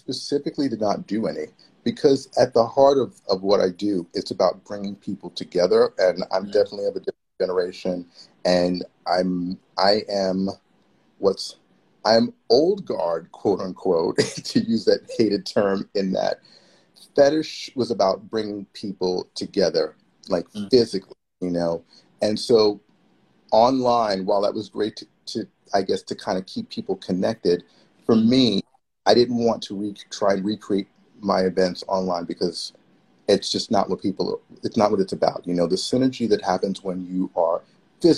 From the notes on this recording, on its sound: Recorded on 22 June 2022 on Instagram Live